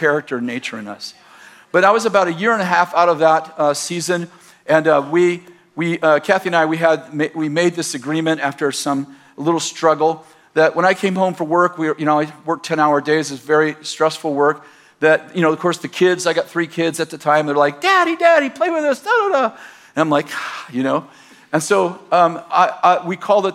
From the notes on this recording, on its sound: In this message from June 23rd, 2019, at Bethel Church in Redding, CA